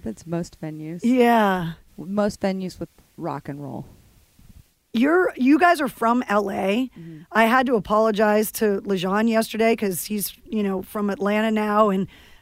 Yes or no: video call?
no